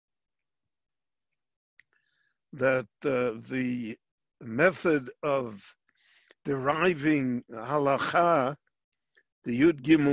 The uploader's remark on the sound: LIVE via Zoom in Jerusalem